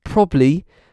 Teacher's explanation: The pronunciation of probably as probably likely arises from a process called weak syllable elision, elision, or deletion. The weak second syllable in probably is often deleted in speech.